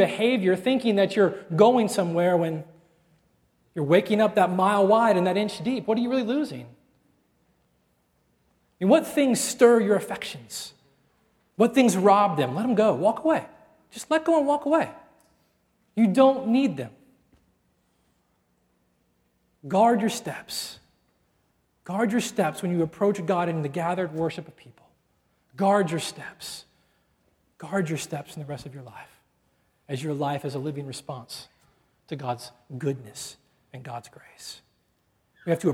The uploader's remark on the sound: at Redemption Hill Church on Sunday, April 18th, 2010